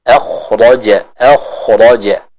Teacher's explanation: Sama-sama sukun dan didahului oleh huruf yang berharakat fathah, sehingga bacaannya pun akan terbaca dengan tebal.